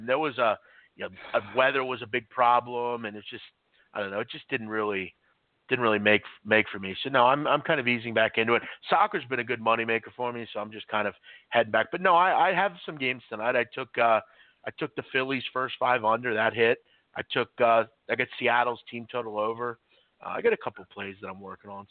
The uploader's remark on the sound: back live taking your calls